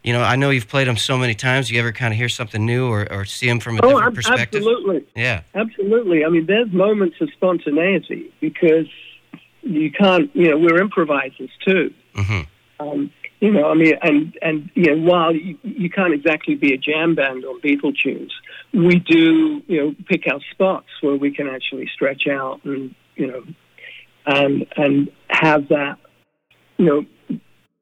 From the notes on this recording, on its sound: chats on the phone